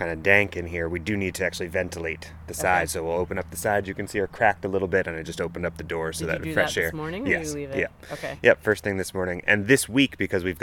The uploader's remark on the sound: A visit to Massaro Community Farm just outside New Haven, CT